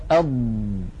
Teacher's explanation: الاتكاء والضغط هو على هاتين المنطقتين، مع كون المنطقة كلها قد انقفلت هكذا. بعد أن يقرع اللسان بحافتيه ما يوازيه من غار الحنك وينقفل المخرج تماما، ينشأ هنا خلف اللسان ضغط. هذا الضغط، الهواء المضغوط، يجعل اللسان يتقدم قليلا إلى مقدمة الفم. · Term: الاستطالة